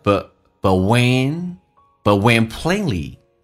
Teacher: but 剔去掉，略音，气流阻塞一下